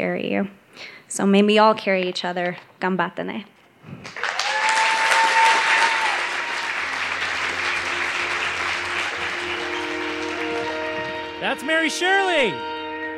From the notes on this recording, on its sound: She told this story live on 18 July 2018 at Buntport Theater in Denver, Colorado.